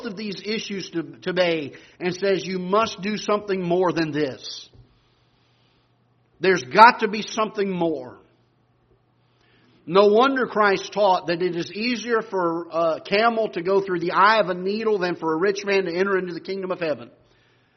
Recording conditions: large echoing room